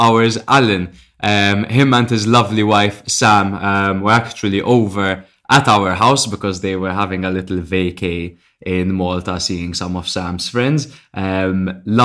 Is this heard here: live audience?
no